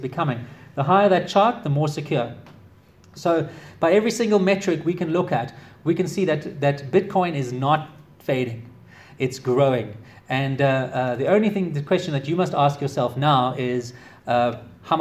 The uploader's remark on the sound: Delivered to the Association of Corporate Treasurers of South Africa in Johannesburg, South Africa, February 2017